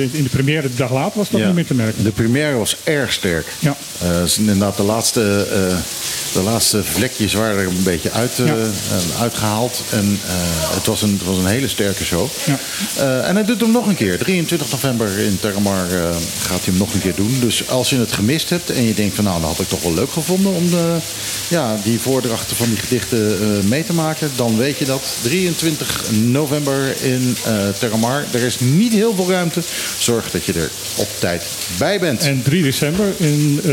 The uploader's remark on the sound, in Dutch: Het actualiteitenprogramma dat elke zaterdagmiddag live vanuit club Trocadero door de Bonairiaanse radiozender Mega Hit Fm (101.1 Mhz) wordt uitgezonden. Het werd een mooie uitzending met op de achtergrond het geruis van de regenbui die half Kralendijk onderwater zette.